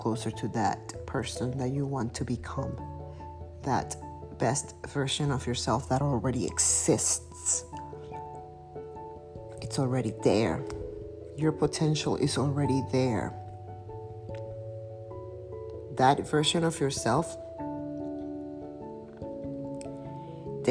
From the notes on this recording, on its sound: Excuse the audio quality and ice cream's paws walking noise through out this episode.